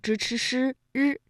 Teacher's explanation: 由舌尖向上翘起和硬腭的前部相接触，气流受到阻碍形成的一种辅音 · Term: 翘舌音